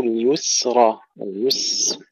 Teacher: تسكين السين بدون قلقلة